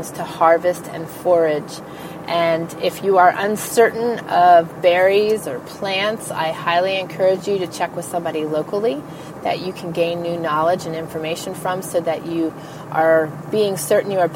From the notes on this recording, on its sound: I am in my truck so you may hear the hum of the diesel in the background